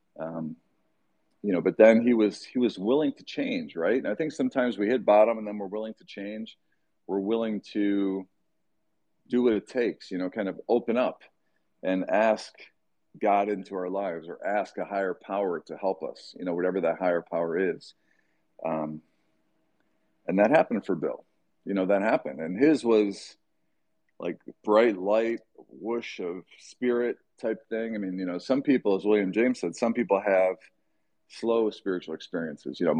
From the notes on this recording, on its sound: twitter space recording